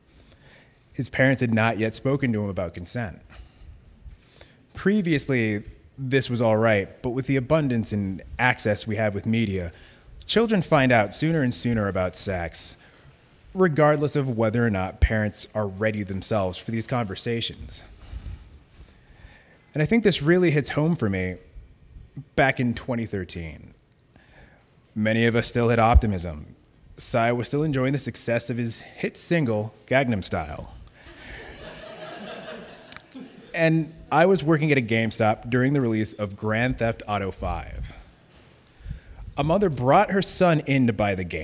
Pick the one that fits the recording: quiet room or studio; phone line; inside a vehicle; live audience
live audience